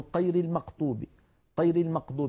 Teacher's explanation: يعني مثلا بعض أهل تلك المناطق يقولون قير المقطوب، قير المقطوب بالفاتحة بدلا من غير المغضوب، يشوبون صوت الغين بشيء من القاف